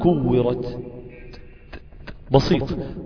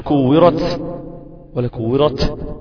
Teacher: أقول إذا الشمس كورت، إذا السماء انفطرت، أقصد هنا التاء في آخر انفطرت وفي آخر كورت، بقف على حرف بوقف عليه بالسكون، إذن فسكن التاء فتبقى مهموسة · Shown in: first take · فأقول كورت. · Term: همس التاء